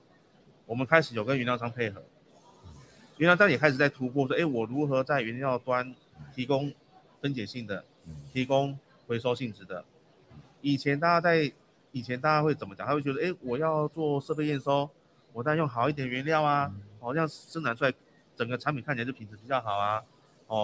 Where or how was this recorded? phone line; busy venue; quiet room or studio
busy venue